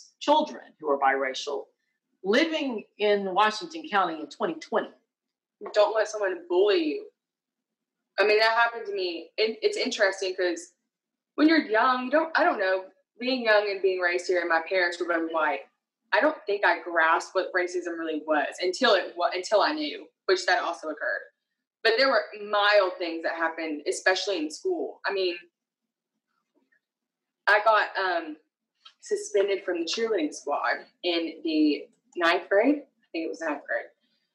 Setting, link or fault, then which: fault, poor sound quality